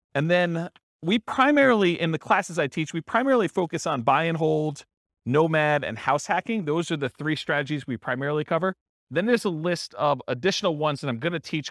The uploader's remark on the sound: This was a live class recorded